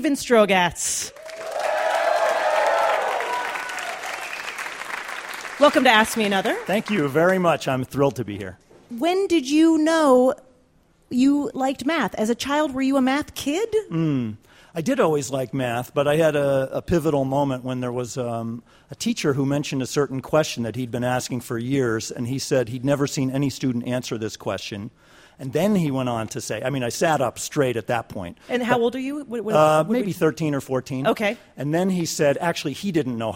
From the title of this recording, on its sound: Live from the 2013 World Science Festival